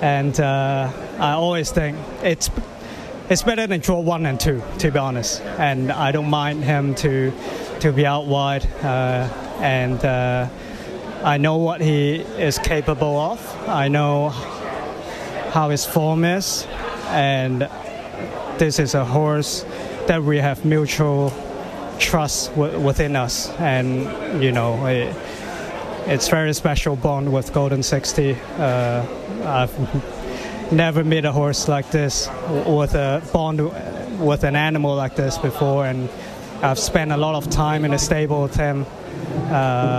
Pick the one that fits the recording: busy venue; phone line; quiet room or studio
busy venue